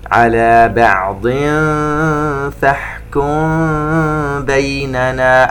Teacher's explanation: التنوين عند الفاء إخفاء، والميم الساكنة بعدها حرف الباء إخفاء شفوي